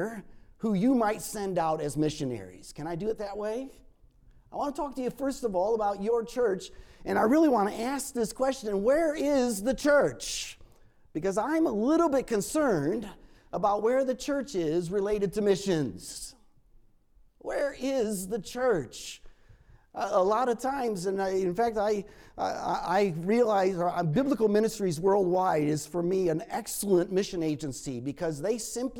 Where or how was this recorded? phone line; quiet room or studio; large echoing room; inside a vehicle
large echoing room